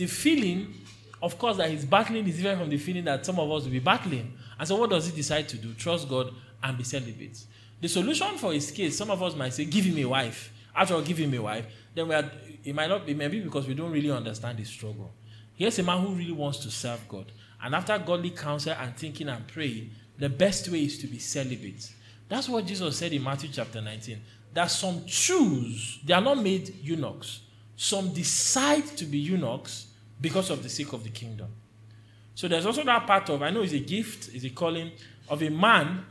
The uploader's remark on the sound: This is the Q/A session from our 2022 Singles' Conference.